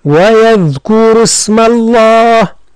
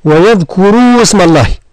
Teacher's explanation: ويذكروا إذا كان وقفنا، لكن إذا كان وصلنا المد وهو الواو يسقط · Shown in: first take · فتصبح ويذكر اسم الله هكذا، ويذكر اسم الله في أيام، في أيام معلومات، ولا نقول ويذكروا اسم الله، حذاري من ذلك، فهذا لحن يعني كبير جدا. · Term: المد يسقط